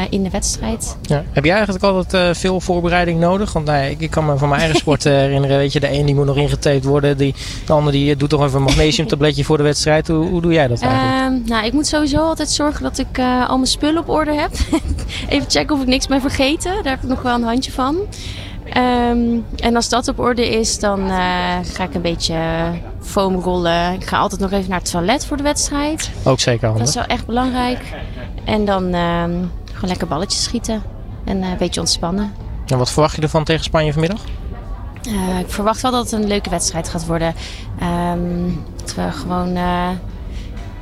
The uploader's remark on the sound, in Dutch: Op maandag en vrijdag live vanaf de European Para Championships in Rotterdam Ahoy.